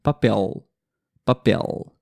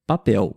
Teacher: A letra L ela passa a ter o som da letra U, exatamente a pronúncia da letra L muda do seu som original para o som da letra U. · Shown in: second take